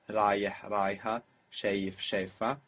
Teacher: We've seen that an I might disappear, a small I.